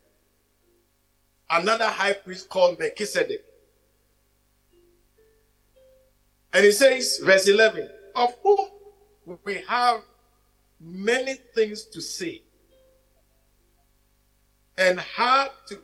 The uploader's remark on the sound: message preached at the Living Waters Cathedral